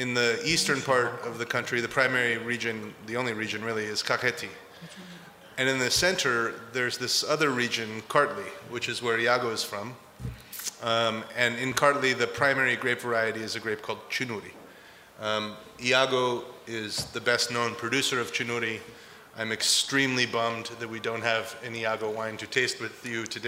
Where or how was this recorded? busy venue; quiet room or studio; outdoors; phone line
busy venue